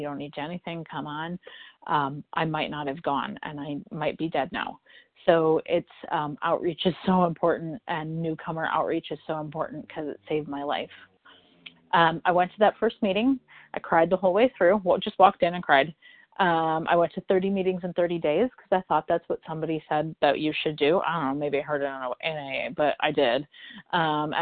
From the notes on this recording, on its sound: from the 100 Pounders Phone Meeting on 12/14/20